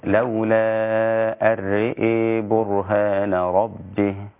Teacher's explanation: قرأت بإمالة الراء والهمزة معا وصلا ووقفا، يعني إذا وقفت على هذه الكلمة لولا الرئ، وإذا وصلت لولا الرئ برهان ربه، هكذا.